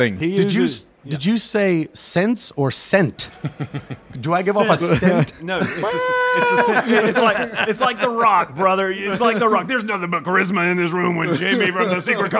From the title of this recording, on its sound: Gen Con Live!